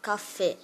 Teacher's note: O fé é emitido com mais força. · Term: sílaba tônica